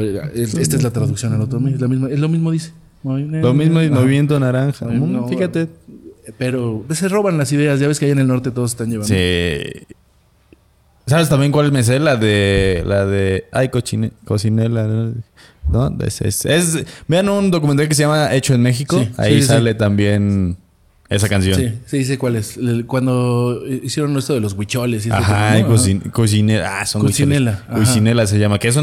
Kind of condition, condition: setting, busy venue